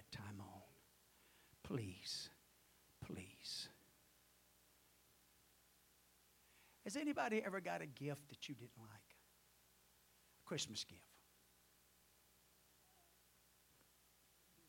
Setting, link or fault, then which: setting, large echoing room